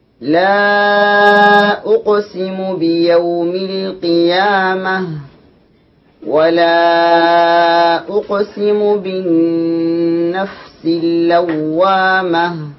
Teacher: حرف القاف مقلقل قلقلة صغرى